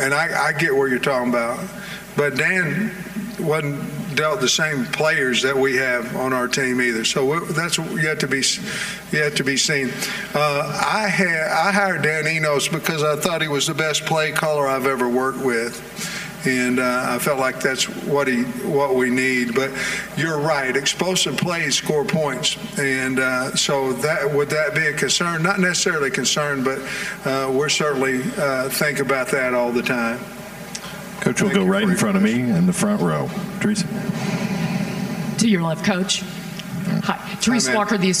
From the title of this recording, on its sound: live from the Podium at SEC Media Days